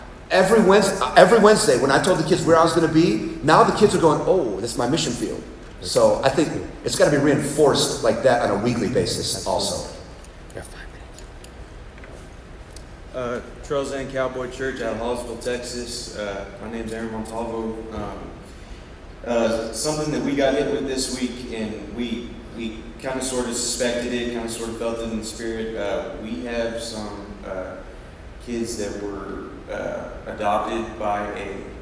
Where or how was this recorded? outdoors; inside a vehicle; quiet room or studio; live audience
live audience